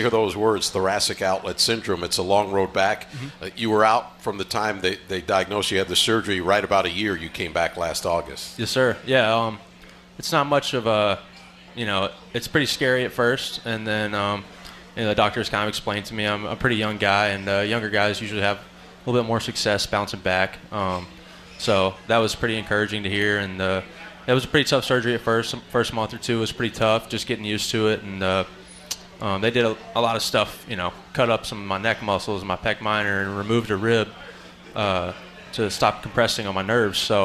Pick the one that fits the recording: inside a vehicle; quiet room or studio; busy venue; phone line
busy venue